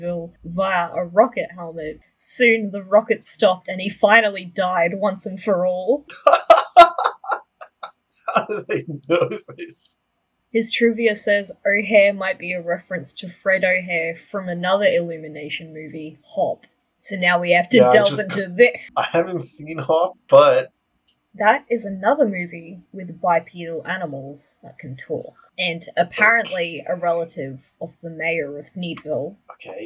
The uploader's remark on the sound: we've gotten better equiptment since recording this, so future episodes will sound much better